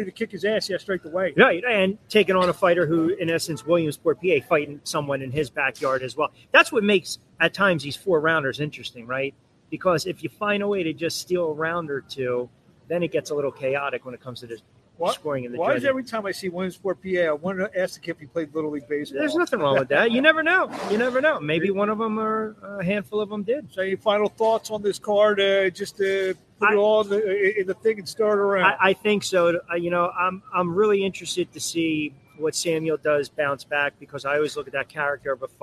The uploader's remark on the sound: Live from 2300 Arena--RDR Promotions Fight Night Preview